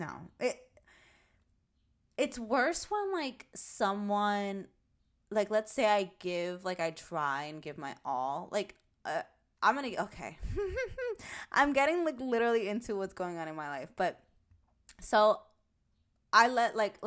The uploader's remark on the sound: Volume up! My recording seems low.